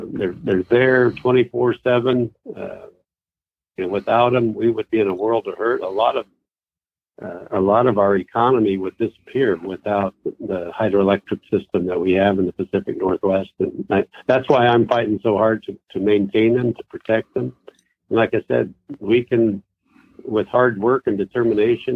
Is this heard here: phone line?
yes